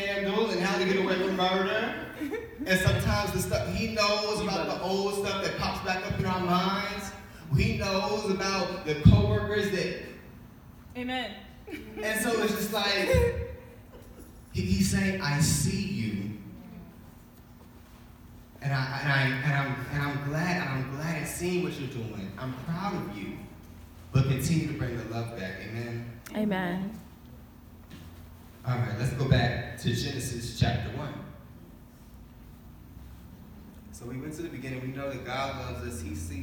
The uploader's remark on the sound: Recent workshop I hosted at my church's singles conference.